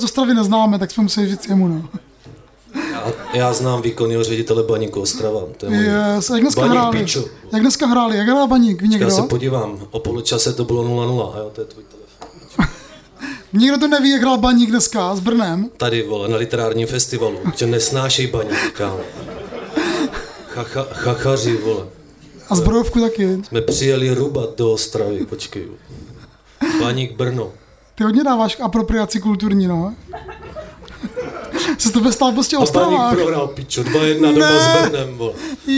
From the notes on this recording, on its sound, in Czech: Live at Provoz, Ostrava. Na úplném konci prázdnin posádka RAPSPOTU vyrazila na ostravský literární Festival Inverze. Poprvé vystoupili naživo před publikem.